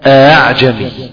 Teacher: الهمزة المسهلة بين بين أي التي ينطق بها ما بين الهمزة والألف، همزة وألف، أو بين الهمزة والياء، أو بين الهمزة والواو.